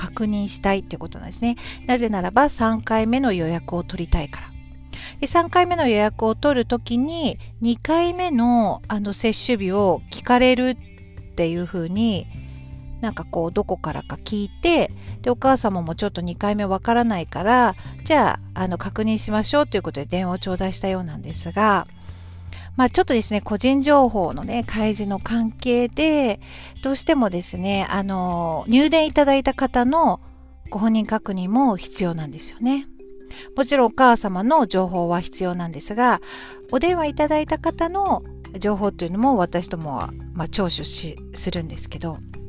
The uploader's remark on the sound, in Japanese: 今日はランチタイムの時間に、駐車中の車の中から配信しています。